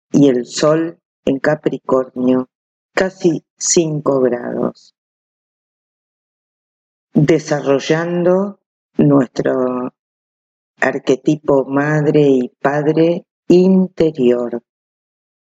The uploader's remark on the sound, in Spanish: Ante todo un LO SIENTO gigante, audio muy sucio. Elegí publicar igualmente, no llegamos a tiempo para regrabar.